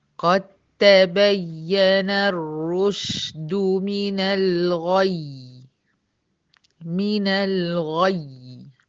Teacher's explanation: هنا نبر الياء المشدده الموقوفه عليها بتاعت كلمه الغي